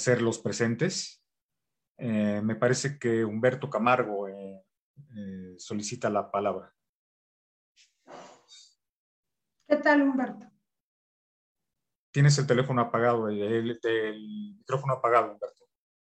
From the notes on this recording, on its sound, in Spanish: Se transmitió vía ZOOM y Facebook Live